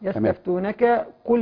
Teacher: هو الفرق فرق بين القاف والكاف هي صفه الهمس في الكاف